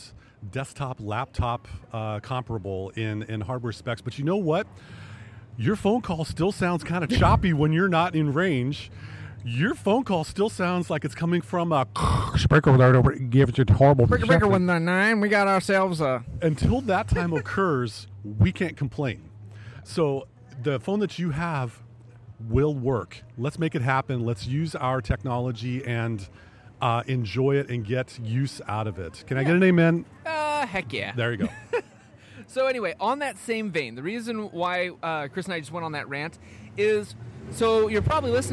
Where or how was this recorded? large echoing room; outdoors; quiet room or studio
outdoors